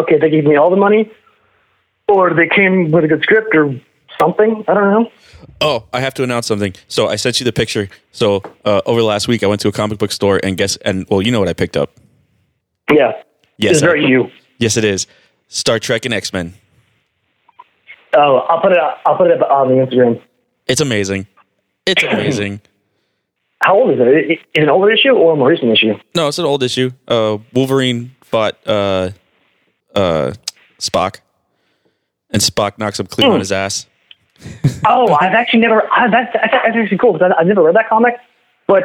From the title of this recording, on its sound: PHONE CALLS